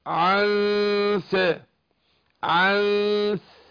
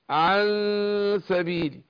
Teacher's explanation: انا بخفي النون في نفسها وبعدين اروح مجهز للسين بعدها. · Term: الاخفاء